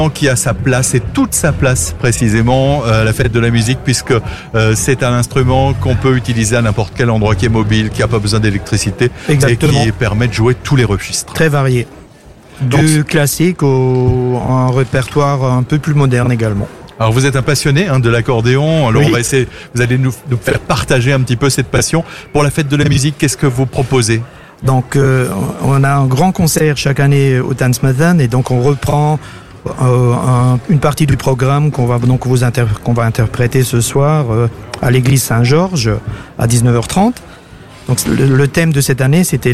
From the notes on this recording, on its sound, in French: Dans le cadre de la fête de la musique, ce mercredi 21 juin 2023, AZUR FM a délocalisé ses studios. En direct depuis la place d'armes (scène brasserie le fox) dans le cadre de la fête de la musique. Duplex depuis la scène du forum à Haguenau.